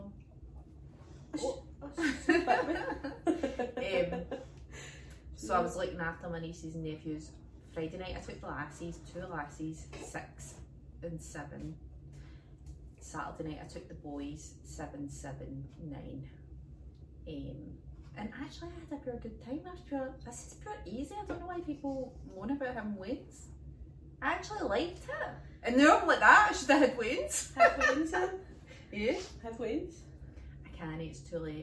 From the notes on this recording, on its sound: The lassies have technical difficulties this week.